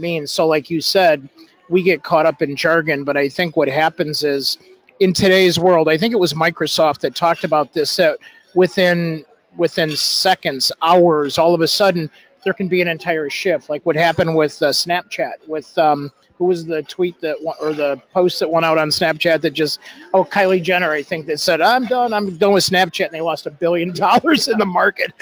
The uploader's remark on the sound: LIVE from Social Media Strategies Summit 2018 in Chicago. The Influence Factory is a LIVE webcast.